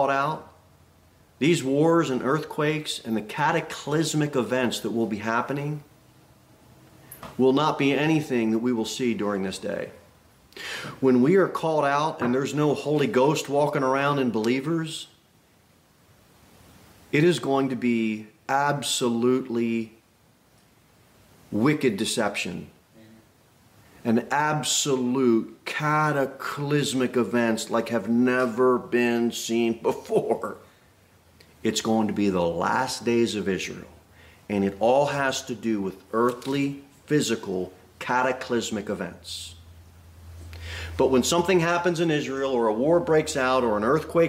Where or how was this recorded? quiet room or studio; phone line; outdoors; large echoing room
large echoing room